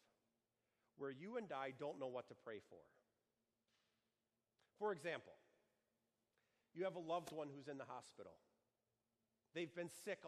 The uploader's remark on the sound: Sermon preached for the Seventh Sunday of Easter on June 2, 2019, at Our Savior Lutheran Church in Birmingham, AL.